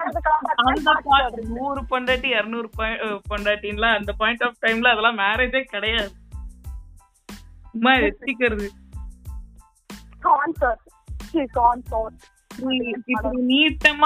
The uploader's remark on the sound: Random phone call